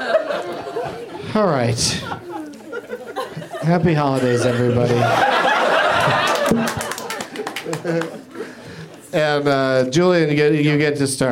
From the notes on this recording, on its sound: Back at the UCB Theatre in LA